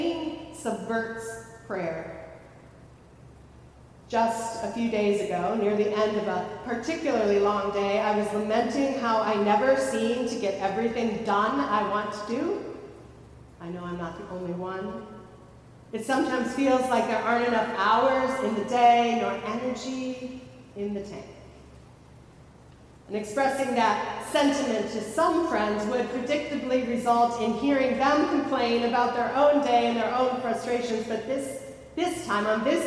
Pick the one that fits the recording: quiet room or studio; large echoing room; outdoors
large echoing room